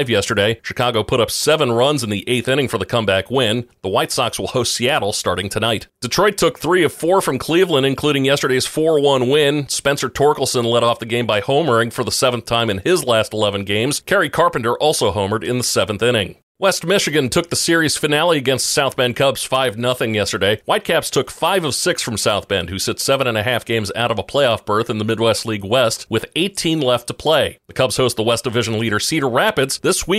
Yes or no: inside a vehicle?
no